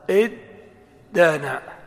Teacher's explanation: طيب، هات افتعل من دانا يدين، دانا يدين، كان القياس أن يقال ها إد تانا، إد تانا، ثم نقلب التاء إلى دال فتكون دال مفتوحة وقبلها دال ساكنة فيدغمان في بعضهما